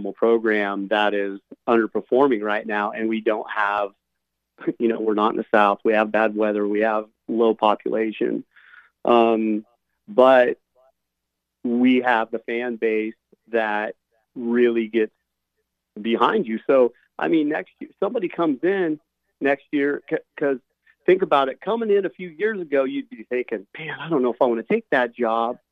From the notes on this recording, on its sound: Bring on the phone calls.